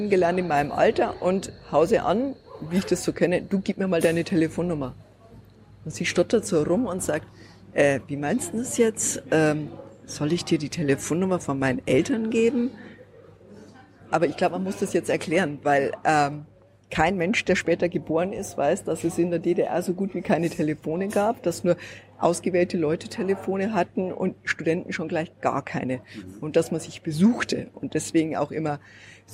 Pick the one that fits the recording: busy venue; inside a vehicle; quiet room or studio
busy venue